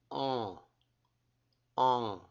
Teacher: And when we say nasalization, we actually say the vowel, but you pull air through your nose. · Term: nasalized vowels